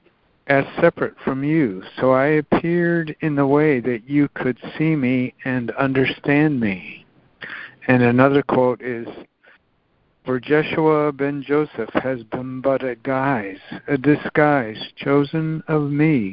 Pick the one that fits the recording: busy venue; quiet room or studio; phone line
phone line